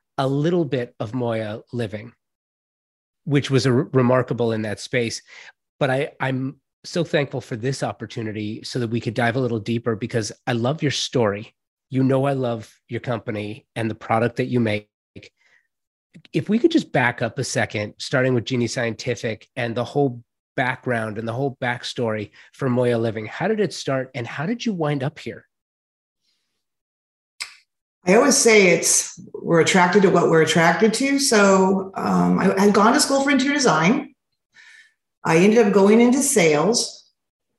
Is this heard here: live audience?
no